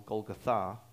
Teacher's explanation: Or sometimes they pronounce it Golgotha. The actual pronunciation puts the emphasis on the last syllable